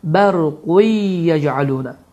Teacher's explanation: Bu zaman idğam məlğunnə qaydası baş verir, n səsi itir və n səsi yə səsi ilə əvəz olunur və səs burundan çıxaraq iki hərəkə miqdarında uzadılır